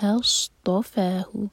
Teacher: صاد heavy اور تو heavy, صاد کو سین کی طرح نہیں پڑھ سکتے اور تو کو تا کی طرح نہیں پڑھ سکتے